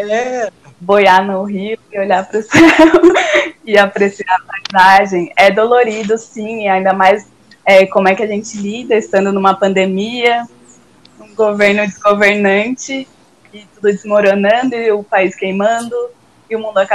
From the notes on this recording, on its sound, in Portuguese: Programa gravado em casa, de maneira remota por conta da pandemia do novo coronavírus.